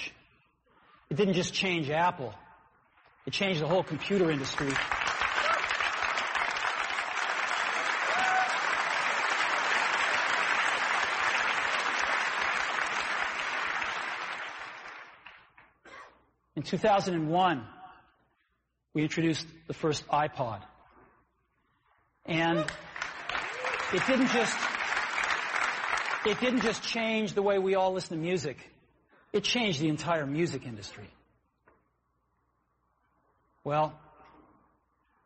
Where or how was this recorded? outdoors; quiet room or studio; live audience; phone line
live audience